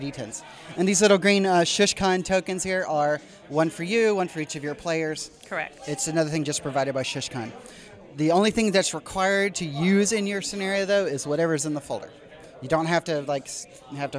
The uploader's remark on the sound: Recorded at ShushCon